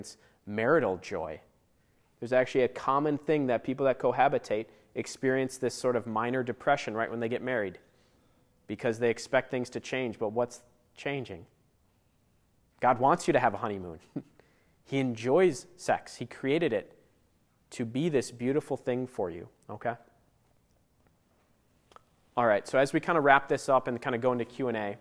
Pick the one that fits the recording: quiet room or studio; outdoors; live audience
live audience